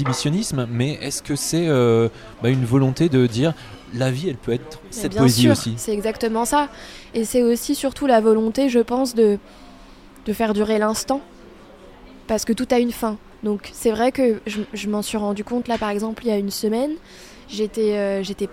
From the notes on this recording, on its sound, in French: Un café au comptoir. Enregistré au Cafe Charlot, 38 rue de Bretagne à Paris (3e).